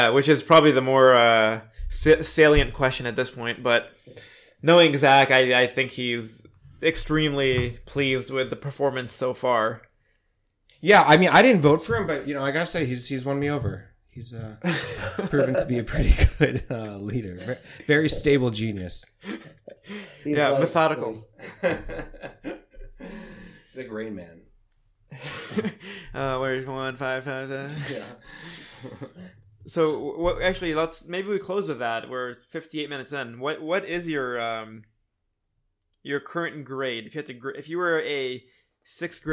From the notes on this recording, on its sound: we didn't have headphones so the audio is captured twice.